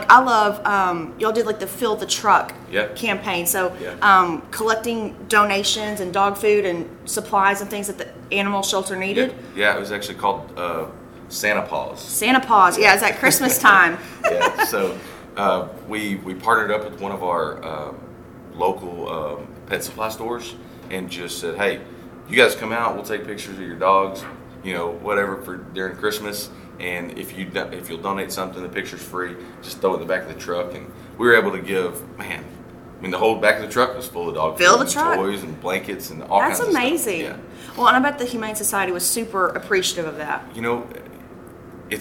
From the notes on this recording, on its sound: We are live from Service Nation's International Roundtable in Nashville, TN.